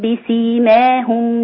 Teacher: تقليل بسيماهم مش بالفتح